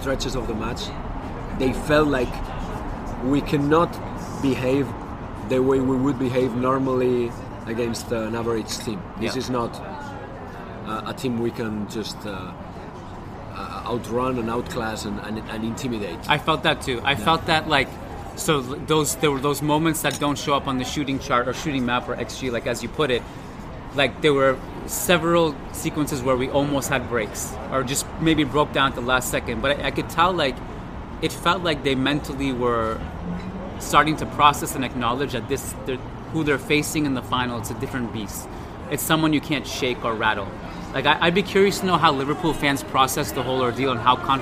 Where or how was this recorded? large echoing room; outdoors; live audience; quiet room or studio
outdoors